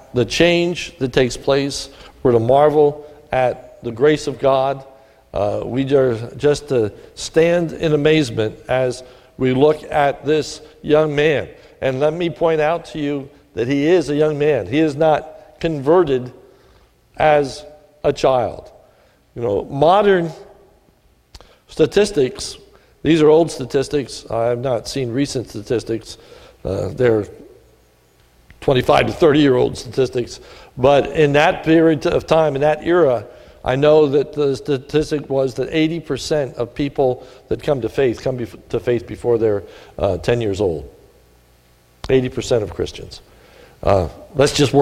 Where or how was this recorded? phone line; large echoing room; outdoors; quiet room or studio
large echoing room